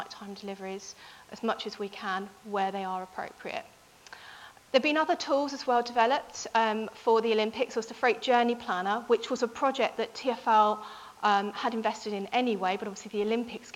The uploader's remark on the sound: Location: Cruciform Lecture Theatre 1, Cruciform Building, Gower Street, London, WC1E 6BT